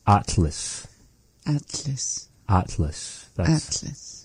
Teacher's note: making this really big, open ah vowel and bringing the tongue up towards the behind the two front teeth, saying it.